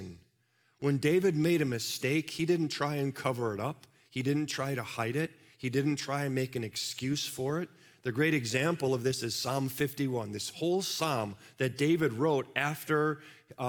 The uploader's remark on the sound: Live from our Celebration Ministry Center